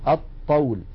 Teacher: فإذا يحولون لام التعريف إلى الحرف الذي جاء بعدها، مثلا هذا المثال الطول، يحولون اللام إلى طاء فيصير عندي طاءان، طاء ساكنة وطاء متحركة أي متماثلان، والأول ساكن فيدغمون الطاء الأولى في الثانية فيقولون الطول.